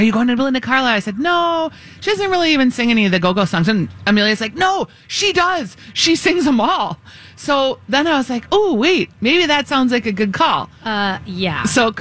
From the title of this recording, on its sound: Live From The Minnesota State Fair